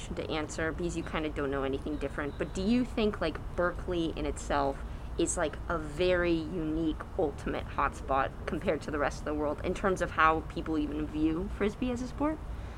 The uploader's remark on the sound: Audio might be more variable than usual due to masks ALWAYS staying strapped and the natural noises of a UCLA apartment's patio being hussling and bussling (where this interview took place).